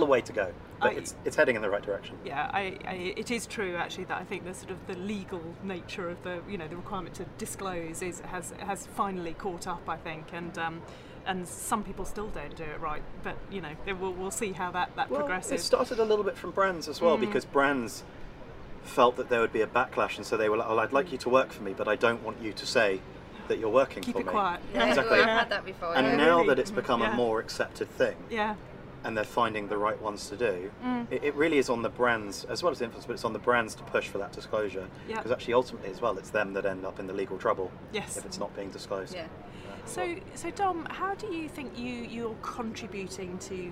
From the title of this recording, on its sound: Live at Cannes Lions